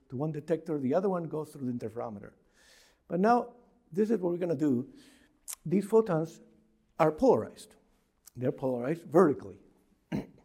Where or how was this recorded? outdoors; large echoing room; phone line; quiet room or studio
large echoing room